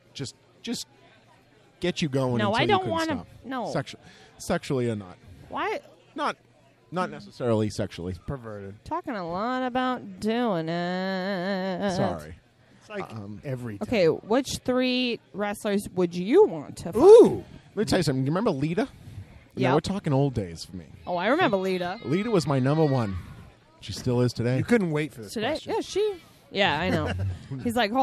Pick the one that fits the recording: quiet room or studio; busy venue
busy venue